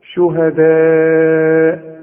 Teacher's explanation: المد الواجب، لأن الألف عليها المد وبعدها همزة، يبقى لازم نمد هذا المد أربع حركات عند الوصل، وممكن نقف عليه بخمس حركات كمان إذا وقفنا عليه.